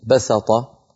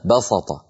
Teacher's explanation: بعض العرب تفخم السين بسبب مجاورة الطاء · Shown in: second take · فيقولون بسطة.